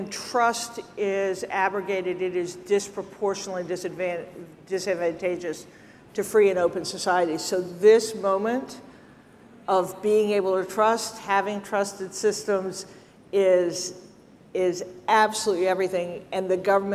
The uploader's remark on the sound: ServiceNow Federal Forum 2023: Keynote